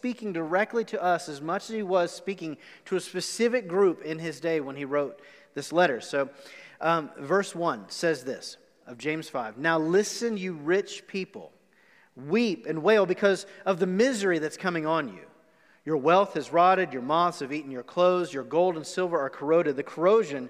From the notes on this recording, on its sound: Recorded live on October 11, 2020 at The Fellowship in Nashville.